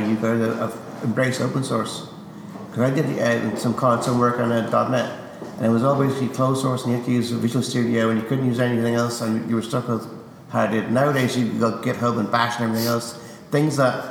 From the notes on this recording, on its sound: talking at the Microsoft Decoded conference in UCD